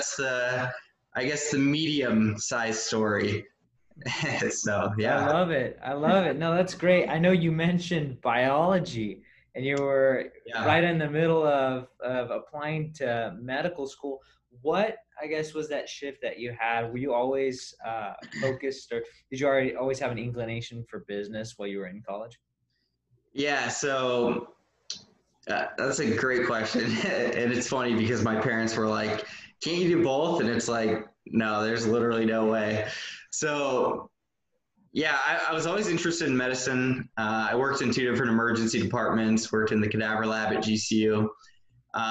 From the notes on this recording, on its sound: we zoomed